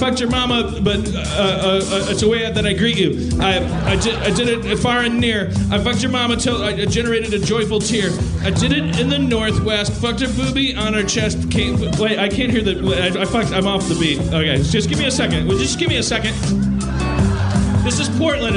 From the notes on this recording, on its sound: Portland, OR. Then he raps and dicks around with people in the audience.